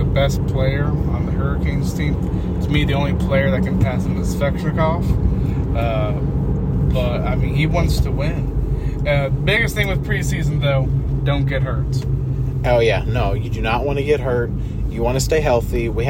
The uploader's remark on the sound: A Carcast Special. Making a podcast episode while driving home from a canes game.